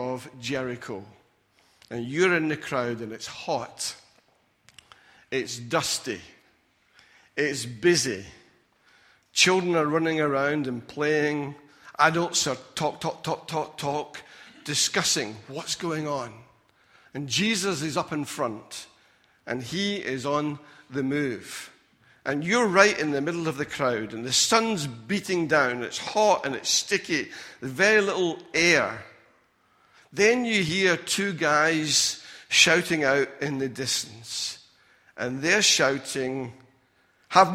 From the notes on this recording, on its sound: Recorded at freedomcentre church, Preston.